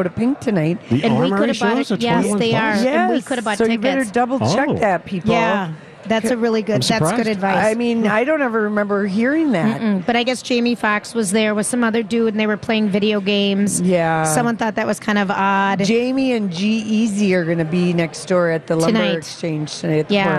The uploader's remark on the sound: Live at the AC Hotel!